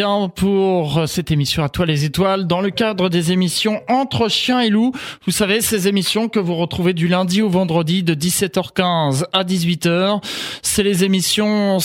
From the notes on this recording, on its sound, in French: par téléphone